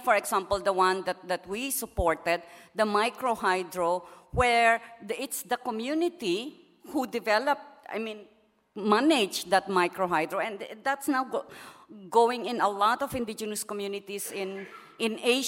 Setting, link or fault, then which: setting, live audience